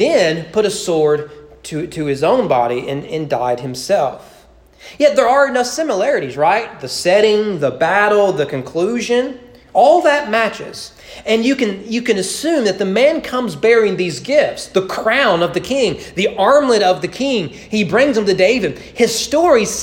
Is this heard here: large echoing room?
yes